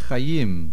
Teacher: The word Chayim is Milara. The main accent is on the last syllable.